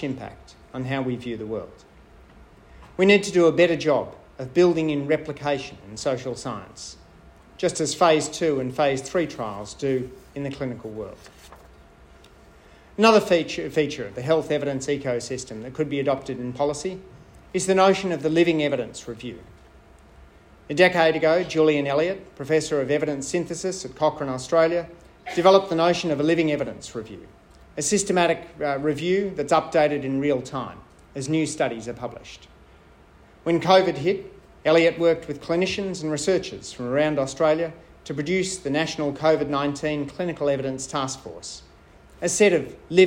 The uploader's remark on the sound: I spoke at the Australian Evaluation Society’s annual conference